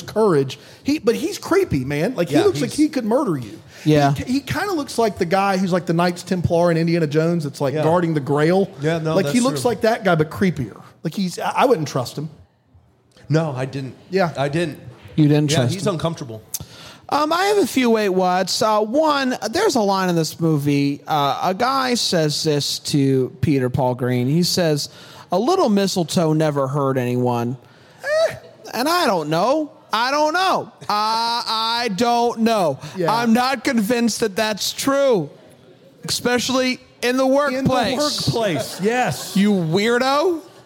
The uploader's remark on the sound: LIVE in Greenville, SC